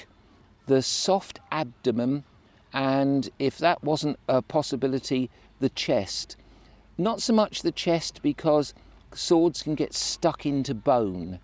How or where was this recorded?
busy venue